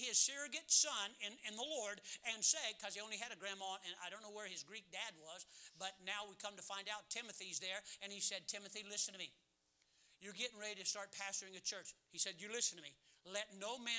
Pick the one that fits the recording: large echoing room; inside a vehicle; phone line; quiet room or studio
large echoing room